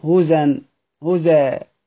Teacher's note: رقم اتنين بينقل حركة الهمزة للساكن، لأنه ازاي عنده ساكنة، لأنه ازاي عنده ساكنة، فبيقرأها بالنقل، بينقل حركة الهمزة اللي هي ايه الفتح إلى الساكن قبلها وأسقطها، أصبحت ايه هوزا هوزا وقفا هوزا هوزا.